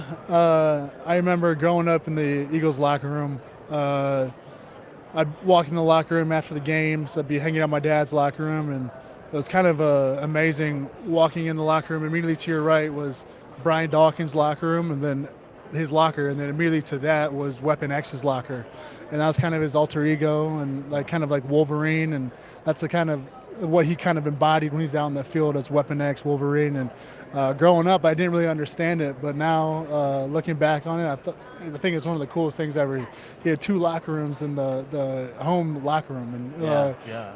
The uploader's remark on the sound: Live from Super Bowl LVII.